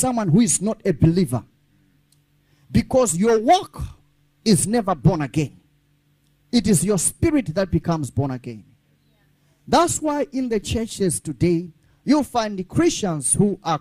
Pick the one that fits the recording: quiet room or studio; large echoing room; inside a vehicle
large echoing room